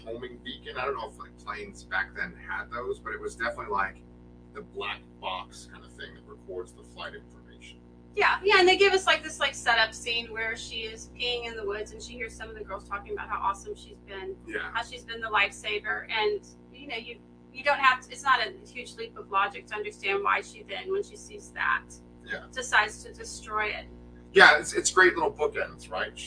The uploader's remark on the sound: LIVE REVIEW (with added buzzing noise!).